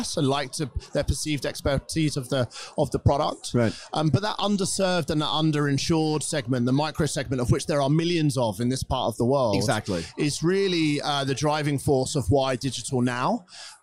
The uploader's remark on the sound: During this broadcast at the Singapore Fintech Festival